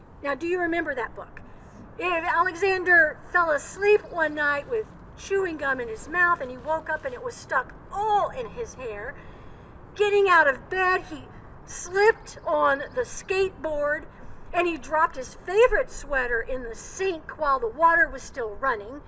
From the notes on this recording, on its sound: Old South Presbyterian Church - Worship on April 4, 2021. Recorded outside. Coming to you from Old South Presbyterian Church in Newburyport, MA.